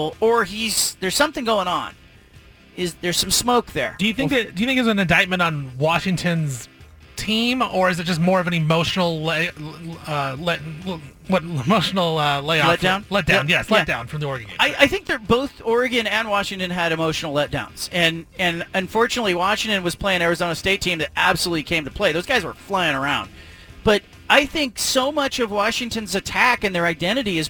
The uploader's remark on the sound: broadcasts live from Milwaukie Lumber in Milwaukie, Ore.